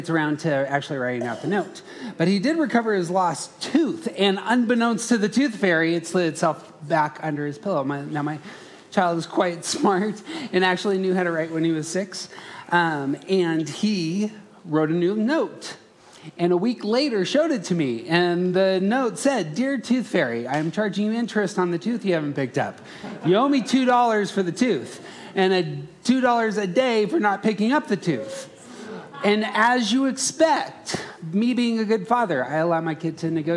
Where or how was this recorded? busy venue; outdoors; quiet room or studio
busy venue